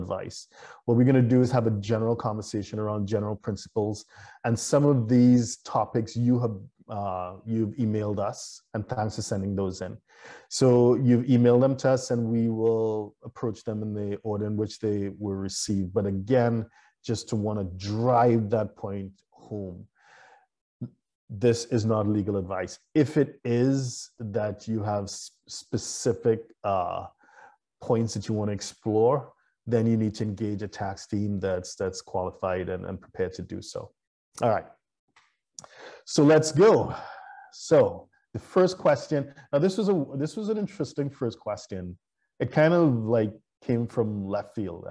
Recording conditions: video call